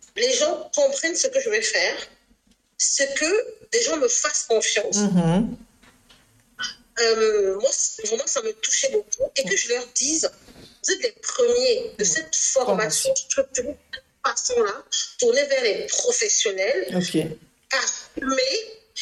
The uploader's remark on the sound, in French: Je tiens tout d'abord à m'excuser pour la qualité médiocre de cet enregistrement.